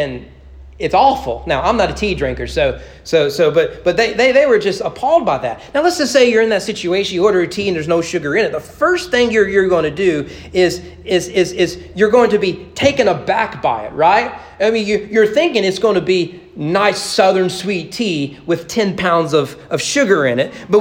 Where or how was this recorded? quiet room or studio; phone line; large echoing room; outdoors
large echoing room